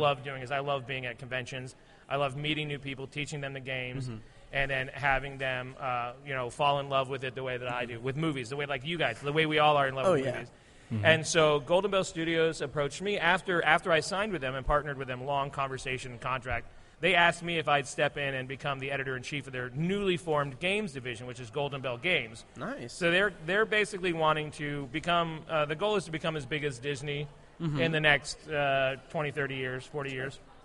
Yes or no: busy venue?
yes